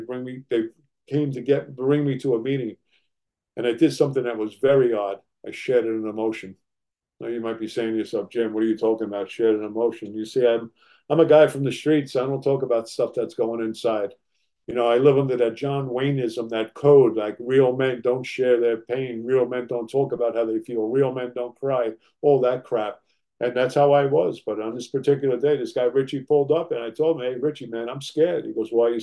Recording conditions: video call